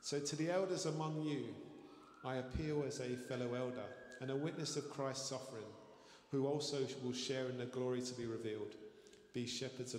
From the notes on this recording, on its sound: Streamed live at St Paul's Shadwell